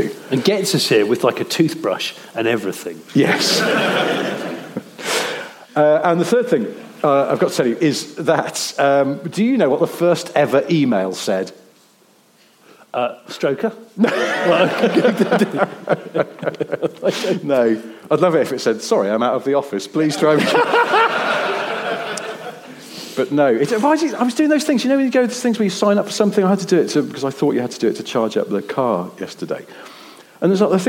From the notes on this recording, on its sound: Record in front of an audience in a theatre, basically in Glasgow.